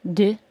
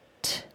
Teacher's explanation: the D sound is voiced, but the T sound isn't